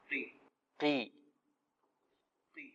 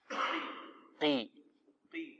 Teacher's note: القاف المستقيم مازال يعني أنت أعطيت القاف مرتبة أرفع من مرتبتها التي هي فيها. هي القاف الآن مكسورة في أقل مراتب التفخيم فأعطيها مرتبتها